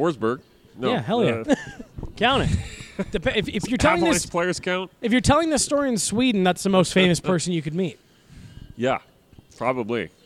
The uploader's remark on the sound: The boys are up at Total Beverage in Thornton